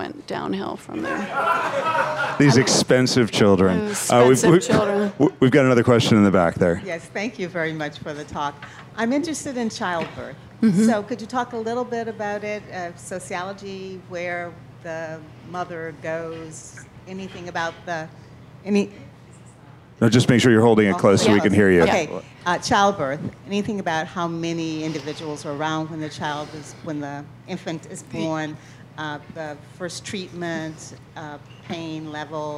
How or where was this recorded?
busy venue